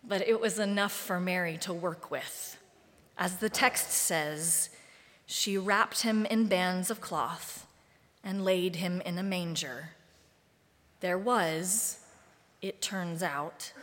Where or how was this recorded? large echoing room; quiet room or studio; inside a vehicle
large echoing room